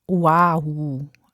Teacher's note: Das klingt schon ganz gut. Dieses kleine umgedrehte Apostroph zwischen dem O und dem A, das heißt Okina und ist so eine Art Stimmabsatz, so wie bei Hawaii